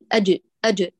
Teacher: ولا أعمل الطرف فيأتي مثل الصوت الدال